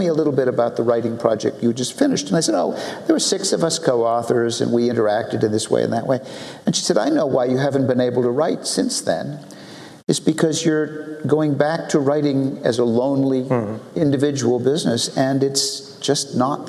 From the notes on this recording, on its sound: This is a session recorded live at OOP 2009 .